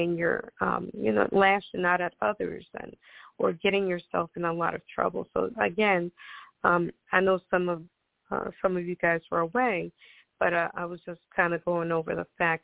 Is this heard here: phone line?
yes